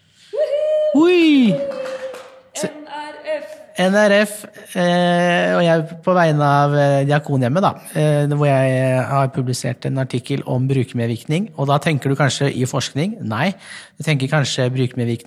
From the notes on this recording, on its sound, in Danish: Sender live fra EULAR-kongressen i Milano – verdens største kongress innen revmatologi. Over 12 000 forskere, klinikere, frivillige organisasjoner og pasienter samlet på et sted.